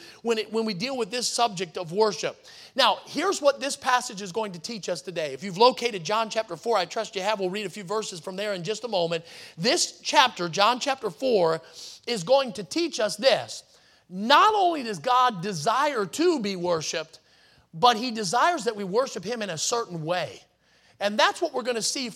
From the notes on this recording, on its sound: in the Sunday Morning Service on June 4, 2023, at Victory Baptist Church in Boonsboro, Maryland.